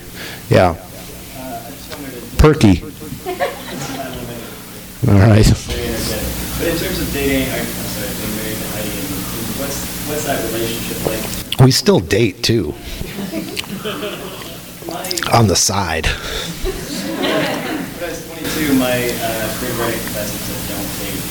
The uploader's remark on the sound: THIS EVENT WAS RECORDED LIVE AT SKYLIGHT BOOKS